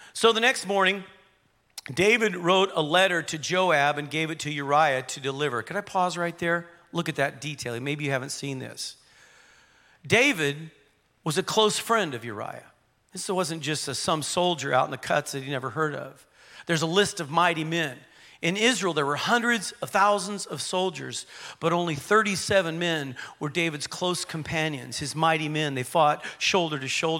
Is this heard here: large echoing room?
yes